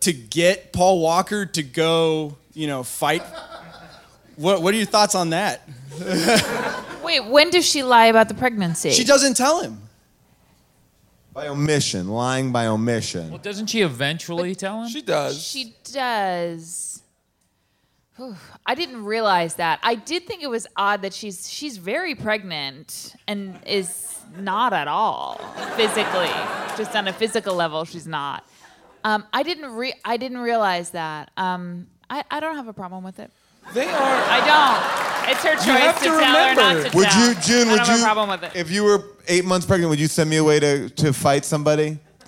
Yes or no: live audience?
yes